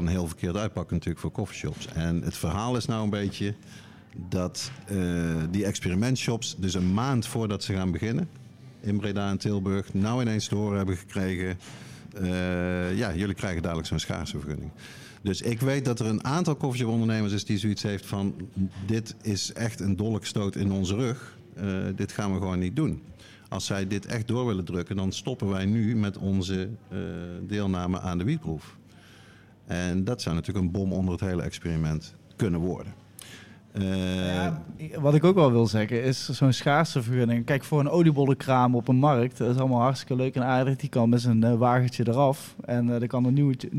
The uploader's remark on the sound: High Tea Potcast Live at High Times